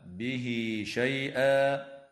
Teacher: وتوصل هاء الضمير في قوله تعالى به شيئا بياء تمد وصلا بمقدار حركتين، ويجوز الوقف على كلمة شيئا من قبيل الوقف الحسن، ويبدل التنوين فيها ألفا حال الوقف، وتمد هذه الألف بمقدار حركتين من قبيل مد العوض.